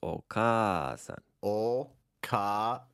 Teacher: notice that there's a long a in the middle of that word